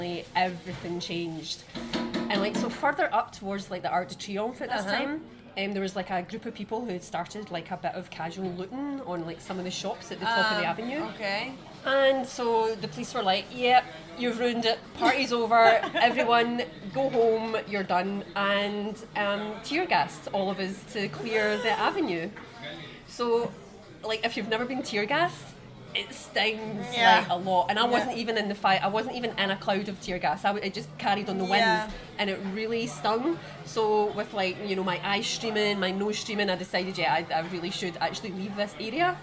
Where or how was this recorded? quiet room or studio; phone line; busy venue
busy venue